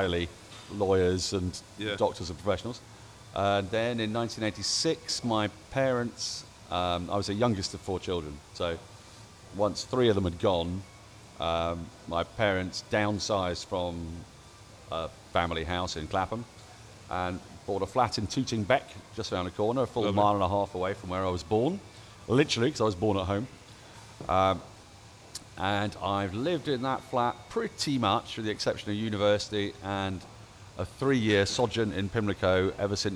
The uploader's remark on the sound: Recorded live from The Wheatsheaf Pub - Tooting.